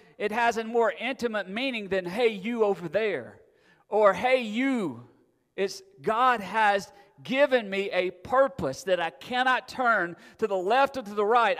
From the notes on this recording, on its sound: Recorded September 4, 2022 at Friendship Baptist Church.